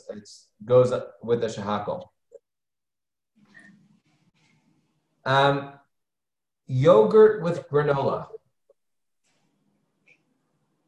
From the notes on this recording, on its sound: Halacha Zoom Class 5/3.